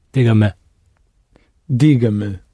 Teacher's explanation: the me shouldn't be stressed. It's more of an uh sound.